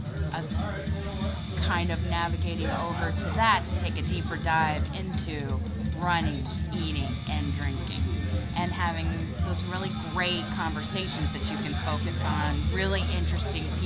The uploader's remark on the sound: Live From No. 3 Craft Brews in Cape Coral (FB Live Audio). This is the audio from last night's FB Live beer chat. We are experimenting with some new software and are trying our hand at an enhanced AAC audio podcast format.